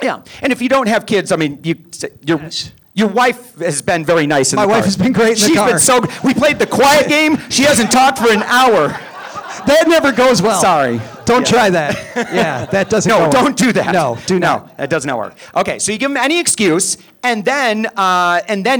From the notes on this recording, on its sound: We kick off live show week with a great story. Plus, because we're live, we've brought a TON of financial and community stars with us. We were joined on stage by our guest co-host. It's a really fun episode in front of a live crowd.